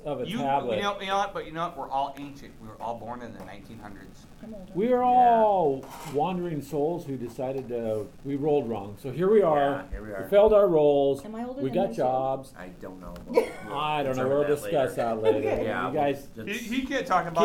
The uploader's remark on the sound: sitting at the local coffee shop